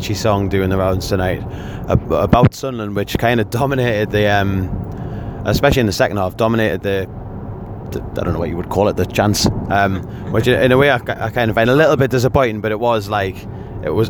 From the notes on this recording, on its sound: In the car on the way back from Sheffield.